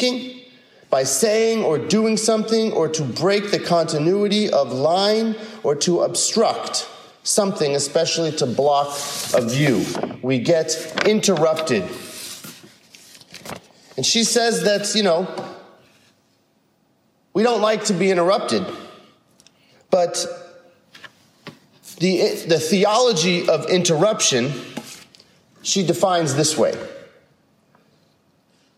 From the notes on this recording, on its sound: a recent sermon (5/29/22) he delivered at San Marino UCC